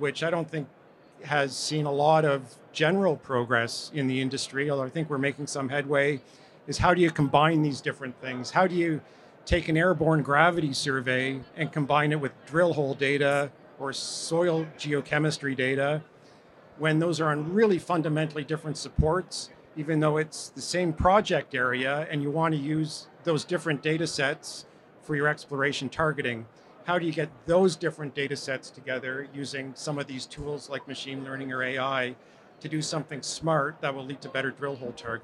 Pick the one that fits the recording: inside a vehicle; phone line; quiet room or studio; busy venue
busy venue